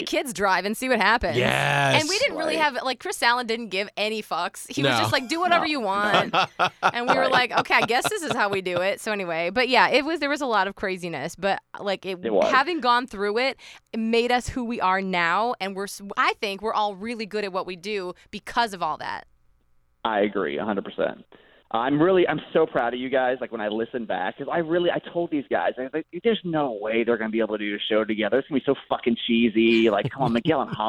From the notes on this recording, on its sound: A very special guest star who joins us on the phone from San Diego.